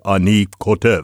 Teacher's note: And so, for example, in the Hebrew tongue, k-t-f, K-T-V, k-t-f, if I put an O in between the K and the T, and an eh in between the t and the v, I can say ani kotev.